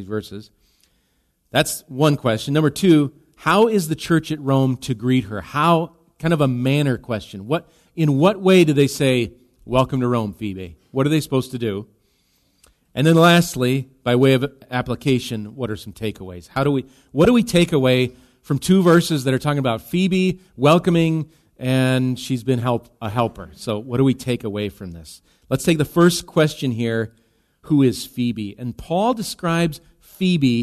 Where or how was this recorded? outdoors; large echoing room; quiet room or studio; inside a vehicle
large echoing room